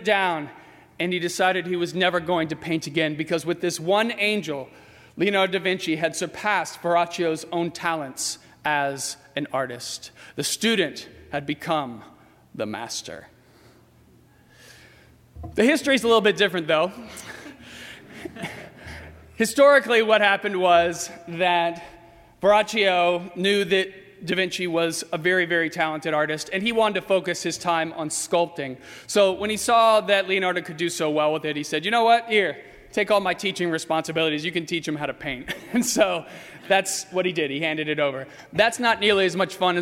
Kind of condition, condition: setting, large echoing room